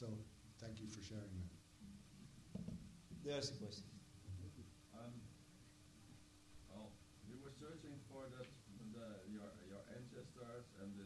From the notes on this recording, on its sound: IDFA Q&A 18 November 2016. Like Dew in the Sun IDFA Q&A.